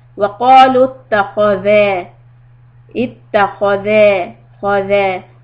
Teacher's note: Keep the خا heavy, ذال soft.